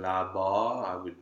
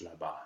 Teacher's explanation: In the word là-bas, over there, technically the second A is a dark A. · Shown in: first take